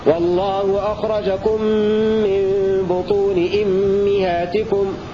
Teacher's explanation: فحمزة يقرأ بكسر الهمزة والميم